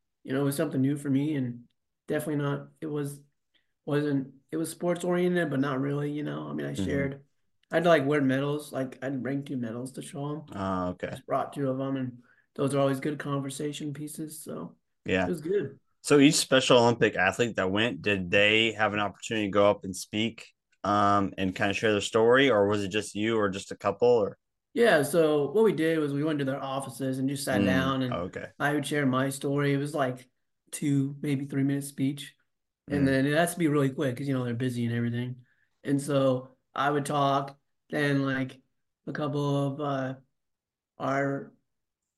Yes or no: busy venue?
no